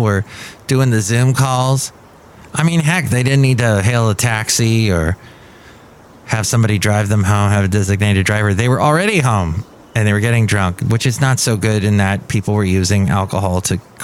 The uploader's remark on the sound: podcasts live from Café Anyway